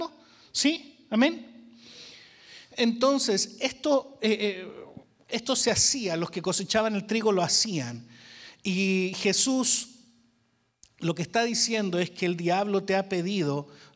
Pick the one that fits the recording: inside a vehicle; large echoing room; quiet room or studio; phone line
large echoing room